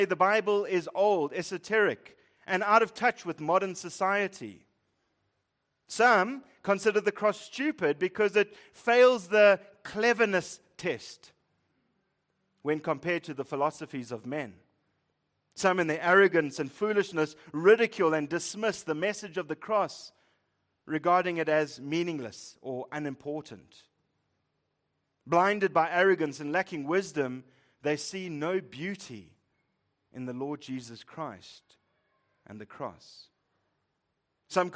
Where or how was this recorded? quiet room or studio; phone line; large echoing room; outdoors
large echoing room